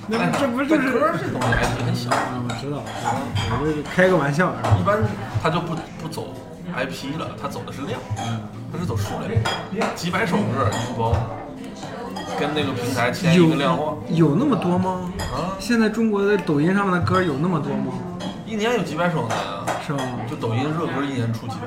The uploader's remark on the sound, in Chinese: 录音环境为餐馆，所以背景音有些嘈杂